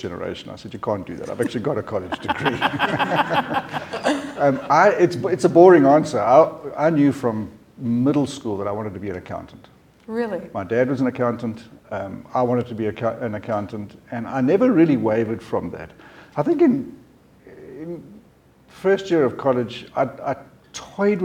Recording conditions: live audience